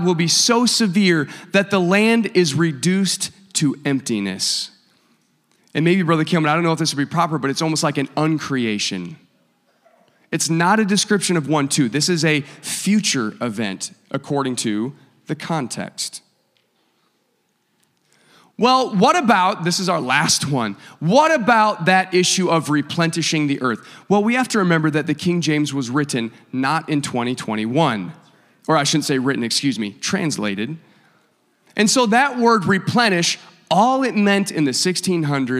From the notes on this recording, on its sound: a service recording from Connect Point UPC